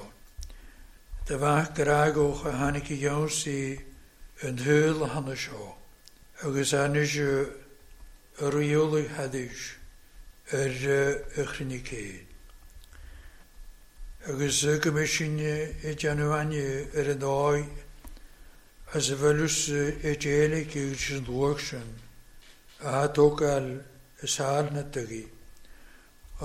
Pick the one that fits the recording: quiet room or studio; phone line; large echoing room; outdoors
large echoing room